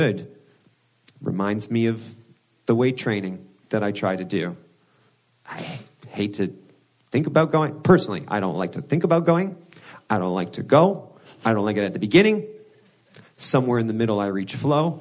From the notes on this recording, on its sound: In a live recording at Fireside Conference.